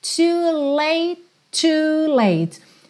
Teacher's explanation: Como ele fala late e já tem outro to na sequência, esses dois T's viram um T só.